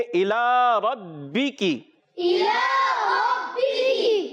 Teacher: حرف مدہ، اس کے بعد حمزہ دوسرے کلمے میں آنے کی وجہ سے مدے منفصل ہوگی، دو ڈھائی الف کھینچ کر ادا کریں گے، الی ربی کی، الی ربی، الی میں جو ہے لام الف زبر لا، لام کھڑا زبر لا، ایک الف کھینچ کر ادا کریں گے، ربی کی، را پر زبر آنے کی وجہ سے راپور ادا کریں گے، ربی کی۔